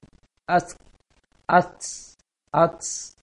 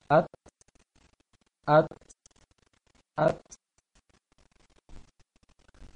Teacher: Karena ta itu anginnya kecil. Setelah pengucapan A, posisikan ujung lisan di belakang gigi atas, kemudian ucapkan hurufnya dengan serta memberikan angin kecil. · Shown in: second take